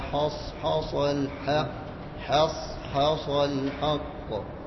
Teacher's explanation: الحاء مستفال والصاد مستعلن ومطبق